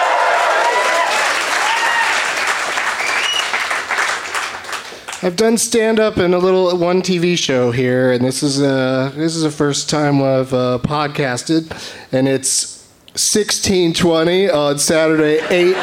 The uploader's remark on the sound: Live from the Leicester Square Theatre in London, England